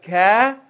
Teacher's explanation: Kaf is at the back of the tongue, just before the end.